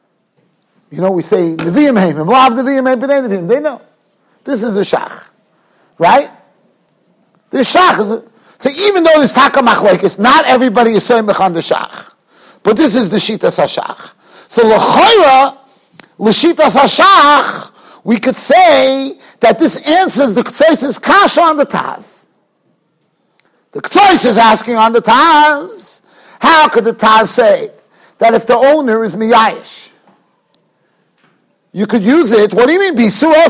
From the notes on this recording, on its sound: Shiur recorded in Yeshivas Ohr Reuven, Monsey, NY.